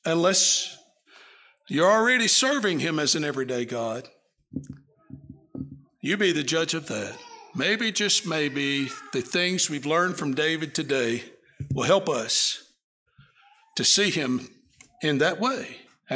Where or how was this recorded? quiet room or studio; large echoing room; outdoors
large echoing room